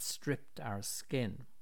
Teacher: Listen out also for the sibilance in the graphic image of the water that stripped our skin